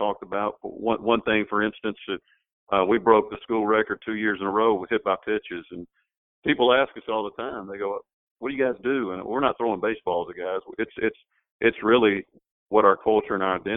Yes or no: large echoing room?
no